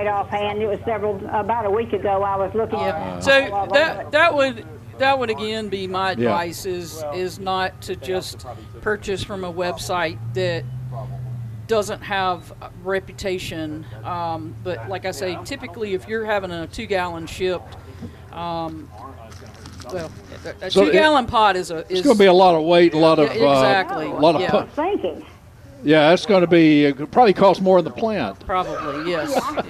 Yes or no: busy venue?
yes